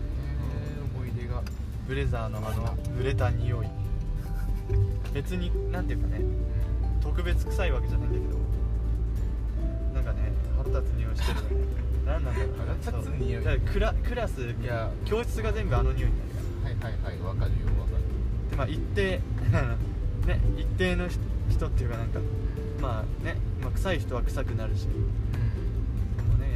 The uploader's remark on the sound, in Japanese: Anchor←このアプリで収録してます